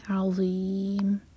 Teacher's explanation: ہماری زبان اوپر والے دانتوں کو ٹچ کرے گی اور تھوڑی سی ٹپا ہوگی پیچھے سے زبان اٹھائیں گے اور منہ بھر کر پڑھیں گے